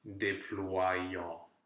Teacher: the y serves two functions here. It will first do that w glide ah sound, wa. But then it also serves as a J glide with the rest of the word. So it's not déployant, but it's déployant.